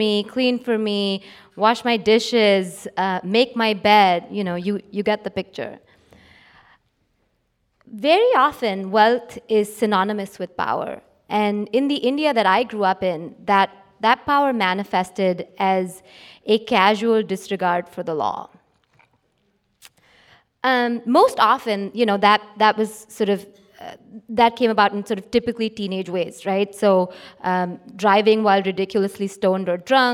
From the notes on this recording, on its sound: LIVE LAW San Francisco: Initial Public Offering took place on Friday night, February 23rd at The Polish Club in San Francisco's Mission District. We recorded the night so we could share it with you.